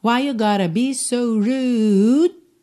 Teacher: Então você alonga o U tempo que você quiser ou precisar e depois encerra mesmo, corta o som. Esse D ele só vem para cortar o som.